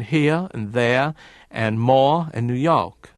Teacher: those R's after vowels dropped in different ways